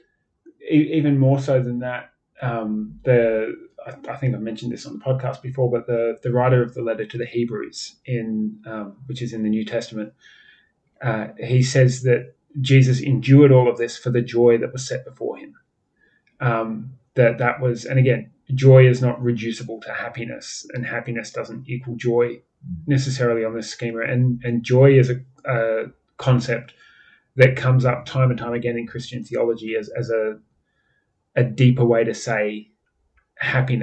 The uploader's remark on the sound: This is HOPEFULLY the last episode with bad audio quality